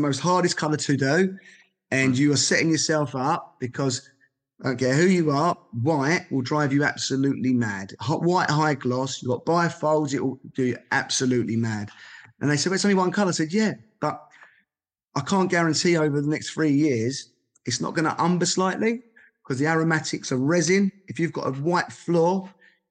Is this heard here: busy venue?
no